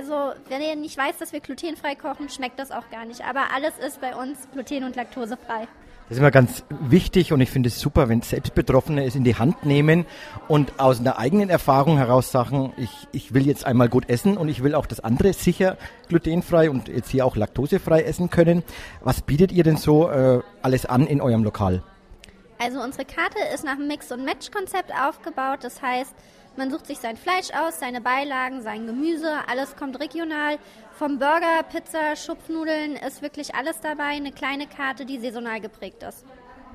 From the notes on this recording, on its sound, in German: Live aus dem Restaurant Noglla in Wiesbaden, Interviews mit den Teilnehmern.